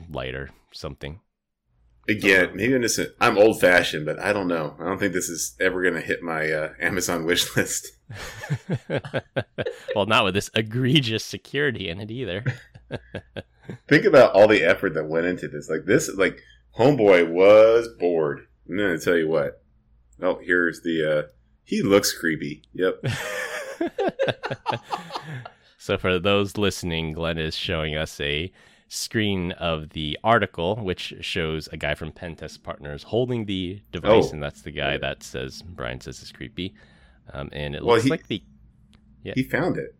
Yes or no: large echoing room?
no